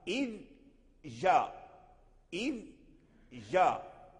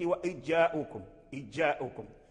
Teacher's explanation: تخرج الذال ثم ترجع بالجيم، لأن الجيم يخرج من لحمة الحنك · Shown in: first take · أج الجيم والياء والشين يخرجان من اللحمة الحنك، إذن تنطق بالذال إذ ثم ترجع جاء إذ جاء إذ جاء، إذ جار هكذا تروض اللسان.